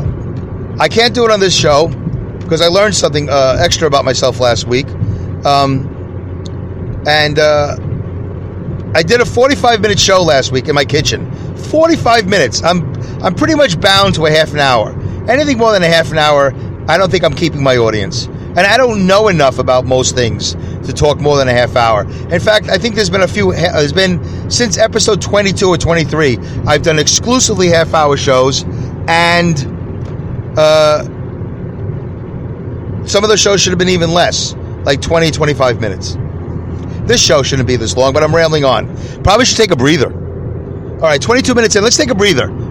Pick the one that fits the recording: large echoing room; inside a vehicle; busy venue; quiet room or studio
inside a vehicle